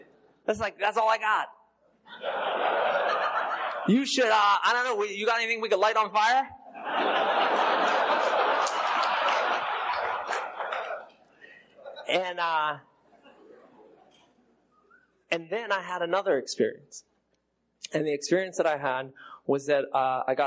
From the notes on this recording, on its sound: Telling his story at an unknown Roundup, I think this was recorded around 2016.